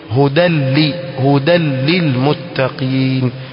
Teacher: kuna tanwin kisha kuna lam, kwa hivyo hapa haitotamkwa kabisa · Term: idgham